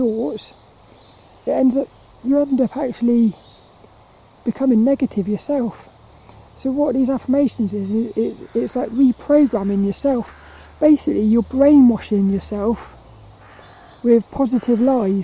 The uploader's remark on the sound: The battery on my camera died right as I said bye on this one. This walk and talk around Plymridge Woods.